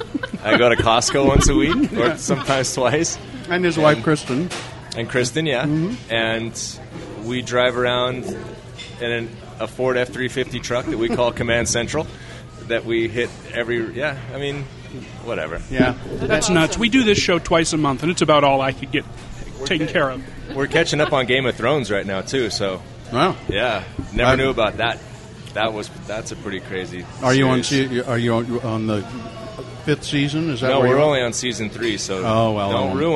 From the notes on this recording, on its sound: This episode was recorded at Taqueria 27.